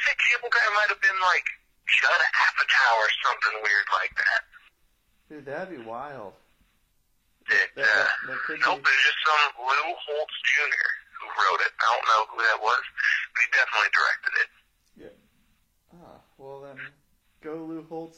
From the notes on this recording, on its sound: This is a call in from Spokane Washington